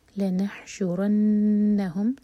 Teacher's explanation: نون پر شدہ تو نون پر غنہ، نون کو ہولڈ کیا جائے گا منہ کے اندر ٹو سیکنڈس کے لیے